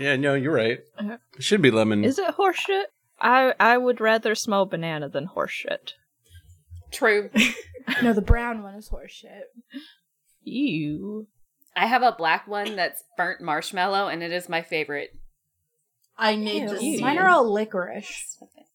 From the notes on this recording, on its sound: The audio quality on this one is not up to usual standards.